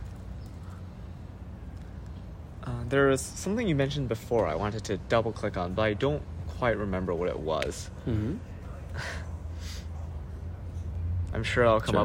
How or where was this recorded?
outdoors